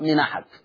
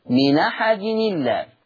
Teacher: هذا ما يسميه العلماء النقل، نقل حركة الهمز إلى الساكن قبلها